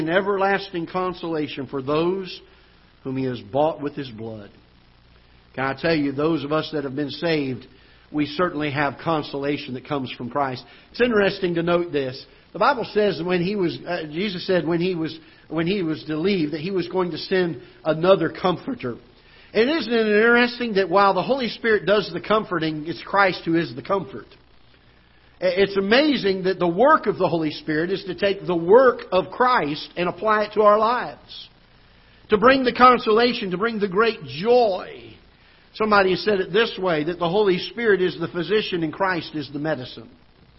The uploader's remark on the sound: Ketha Heights Baptist Church ~ Live Broadcast.